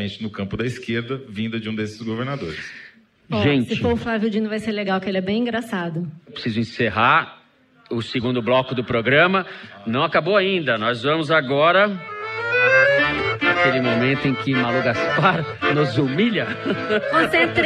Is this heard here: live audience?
yes